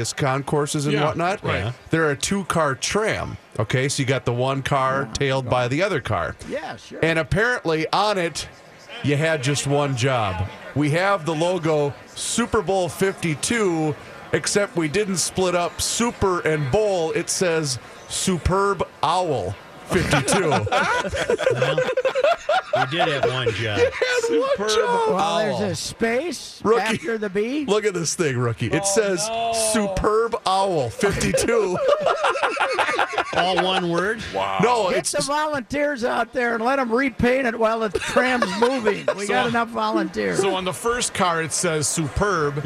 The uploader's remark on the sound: live from Radio Row at the Mall of America